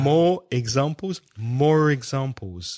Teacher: when he joins the word more with the second word beginning with a vowel sound, examples, in that case, he pronounces the R.